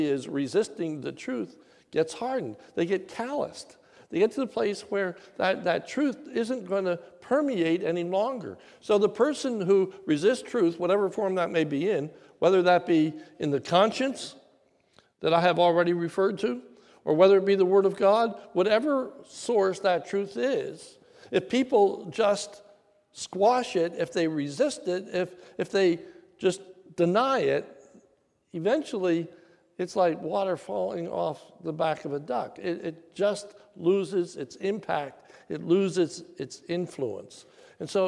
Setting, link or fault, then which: setting, large echoing room